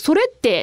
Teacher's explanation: だったらそういうイントネーションで癖つけるといいとかあとなんだろう単純にあの例えばえー、なんだ細かいですけど「それって?」とかっていう疑問符の時に「それって?」って下がるんですやっぱ